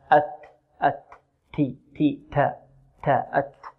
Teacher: والتاء تخرج من طرف اللسان مع الحنك الأعلى